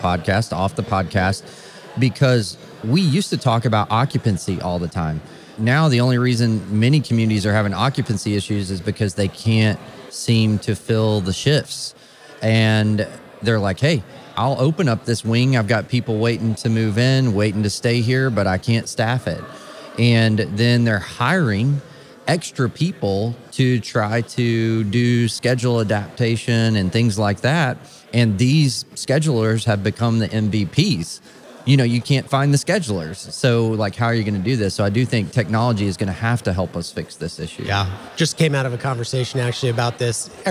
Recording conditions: busy venue